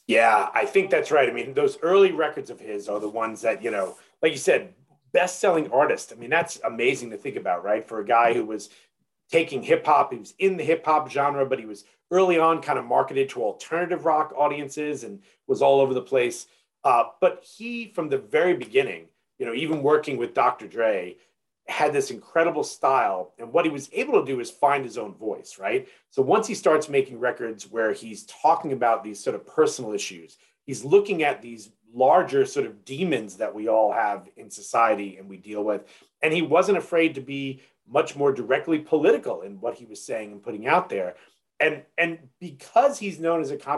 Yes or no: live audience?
no